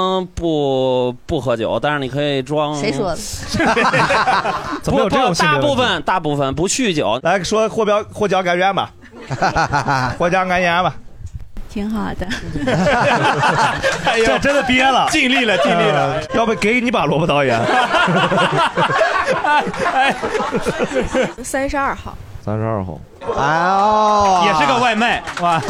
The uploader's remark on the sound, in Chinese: 这是一档由喜剧演员们和现场观众朋友们共同录制的播客节目